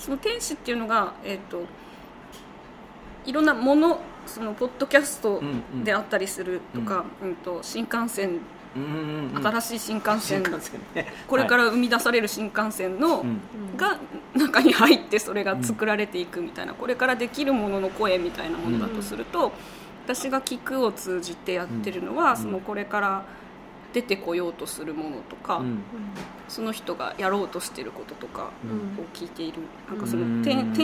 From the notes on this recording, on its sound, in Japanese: 東京都杉並区東高円寺にあるカフェバードバスさんでの収録です。